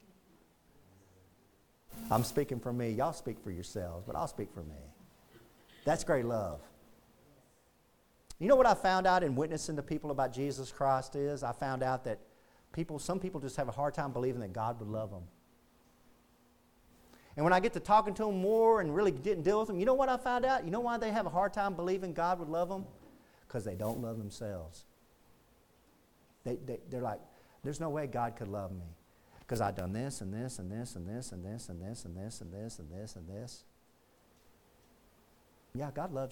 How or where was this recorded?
large echoing room